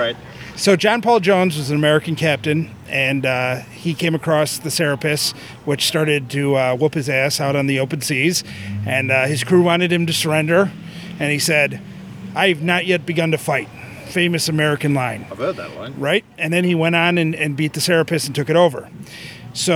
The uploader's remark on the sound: This show is truly an outside broadcast as we recorded it on their delightful patio, on a warm and sunny early evening.